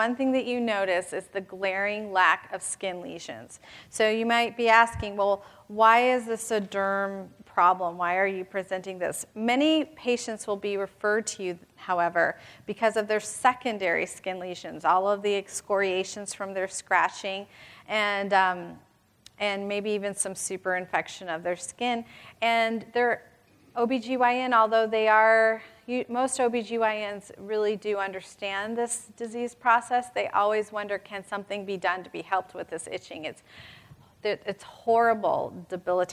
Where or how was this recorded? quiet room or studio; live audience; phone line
live audience